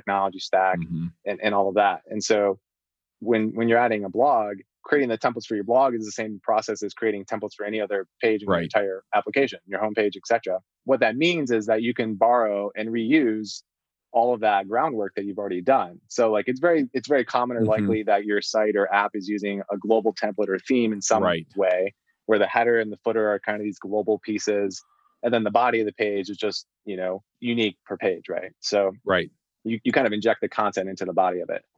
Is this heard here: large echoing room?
no